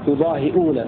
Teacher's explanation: يضاهون ضم الهاء يكسر عاصم وزد همزة مضمومة عنه واقلة، أي قرأ عاصم بكسر الهاء بدلا من ضمها، وزيادة همزة مضمومة بعدها في لفظ يضاهئون